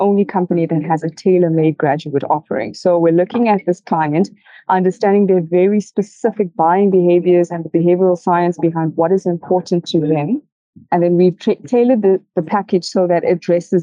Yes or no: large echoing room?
no